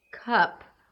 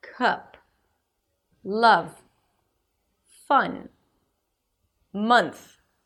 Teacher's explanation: For the central the tongue is, you figured, in the center. All right, so it's like a stressed schwa. The mouth is pretty much a neutral pose, and the jaw drops a bit. · IPA: kʌp